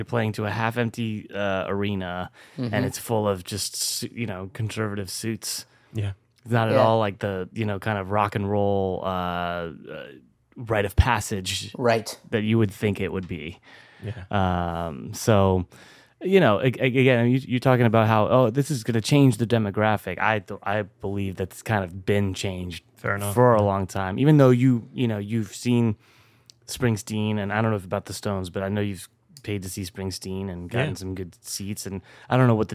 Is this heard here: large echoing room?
no